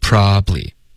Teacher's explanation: probably 这三个字呢三个音节 probably 我们会把它融成两个